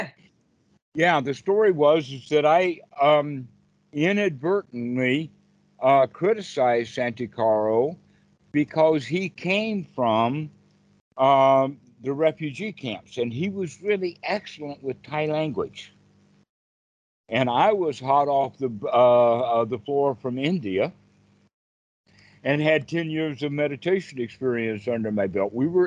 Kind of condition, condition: link, video call